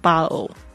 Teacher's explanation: 呢夹在两个元音之间呢，它会弱化成好像介于 t 跟 d 之间的这种浊音，battle。OK，所以大家特别注意一下，所以你听到那个比如说瓶子 bottle，你听这个，特别是美国人，你会听他们讲，他们不会念 bottle，不会像英国人那样子念得非常的脆，他们常会讲 bottle。甚至不要说英国人有些发音很脆，但是我甚至发现他们干脆就不念这个声音，他们念成 bottle，就直接那个 t 就不见了